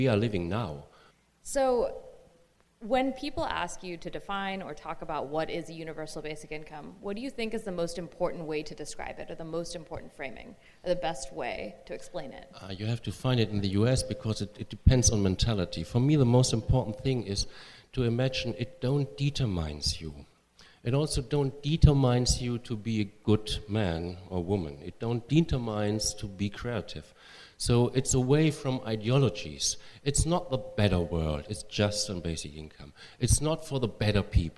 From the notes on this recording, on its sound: Joined us in San Francisco for a live event about his groundbreaking campaign.